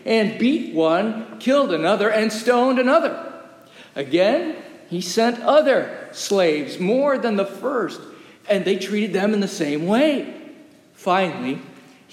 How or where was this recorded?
large echoing room